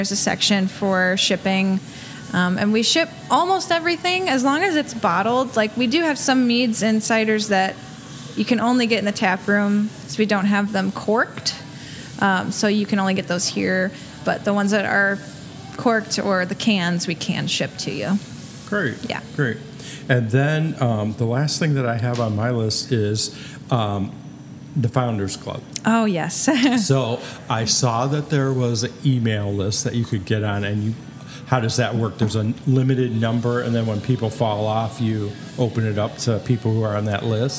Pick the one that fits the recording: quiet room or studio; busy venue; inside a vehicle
busy venue